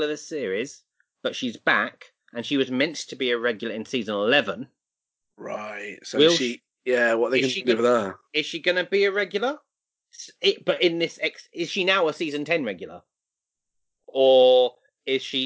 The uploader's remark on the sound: We are aware the sound quality dips and distorts a bit throughout this mini but as we are still relying on the internet these things are sadly unavoidable.